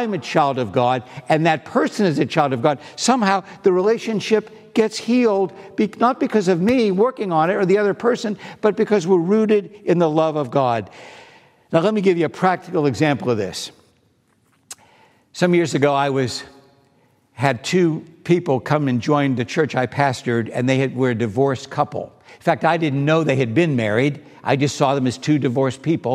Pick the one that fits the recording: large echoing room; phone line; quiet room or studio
large echoing room